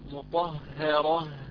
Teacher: طا مفخمة بعدها هاء مرققة بعدها راء مفخمة، فإذا الهاء الضعيفة هذه المرققة وقعت بين مفخمين فينبغي الاعتناء بها · Term: ترقيق الهاء